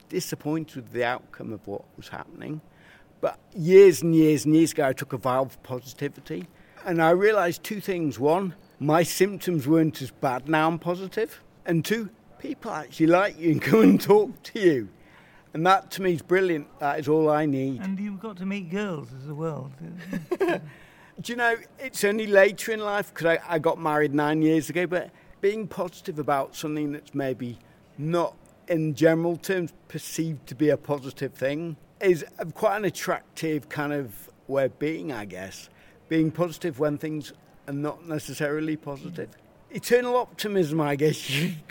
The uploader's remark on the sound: Barcelona for the World Parkinson Congress. From the floor of the conference.